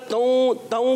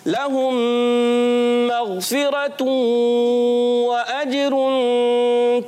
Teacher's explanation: तौ तौ की आवाज आई, तौ नहीं पढ़ेंगे, तू क्लियर करेंगे · Shown in: second take